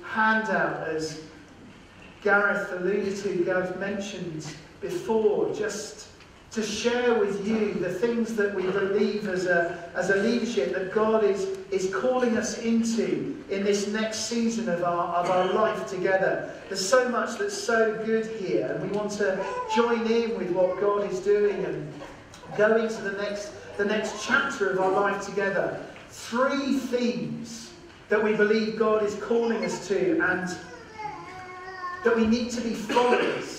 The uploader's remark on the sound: We apologise for the poor audio quality on this podcast, due to a technical problem.